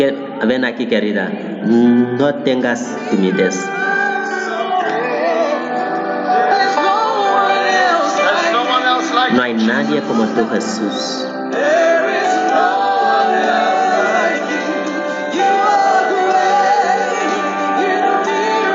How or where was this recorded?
large echoing room